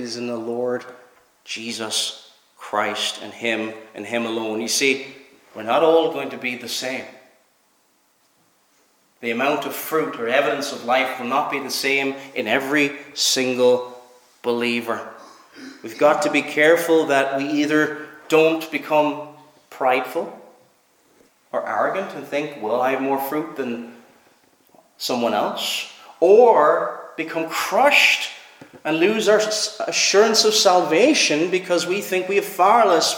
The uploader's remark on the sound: Preached at Knock - Point Free Church